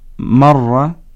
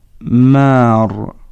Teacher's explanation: وحيثما مددنا الفتحة إلى ثلاث فتحات تصبح مار